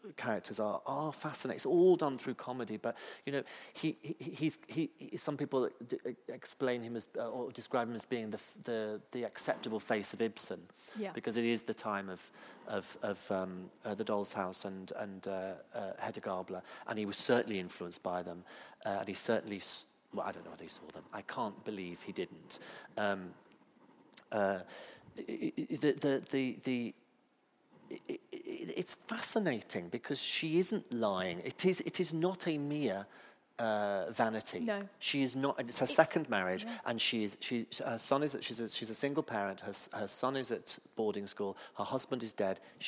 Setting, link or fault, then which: setting, live audience